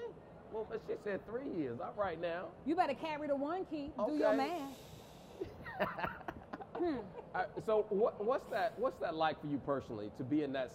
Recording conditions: live audience